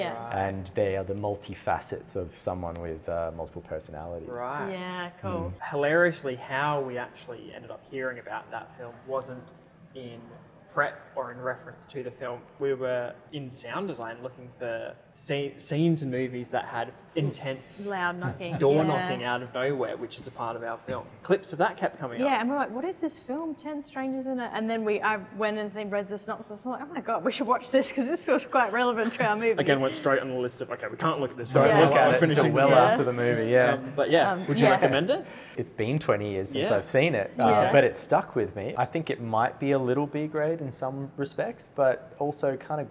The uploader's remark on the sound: Shot on location at the Capitol Theatre in Melbourne during the Melbourne Film Festival 2023.